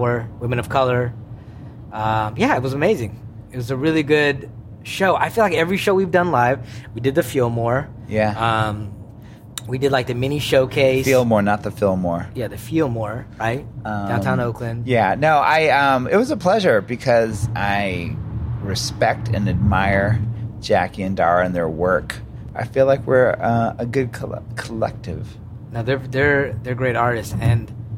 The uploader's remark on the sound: Recorded while driving along interstate 80.